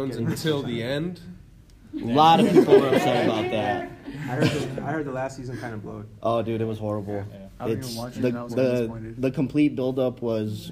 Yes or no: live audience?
yes